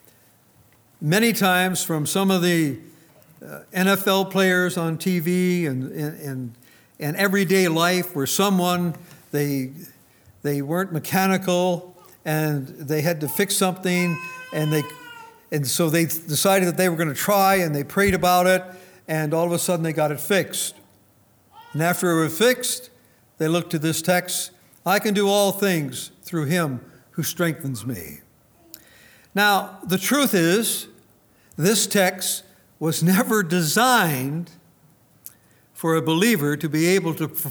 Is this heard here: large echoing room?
yes